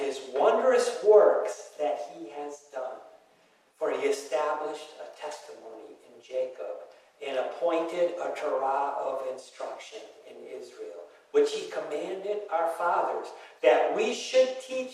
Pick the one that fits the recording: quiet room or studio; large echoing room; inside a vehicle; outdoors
large echoing room